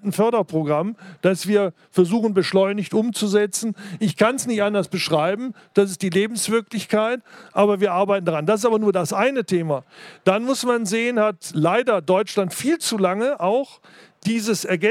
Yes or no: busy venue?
yes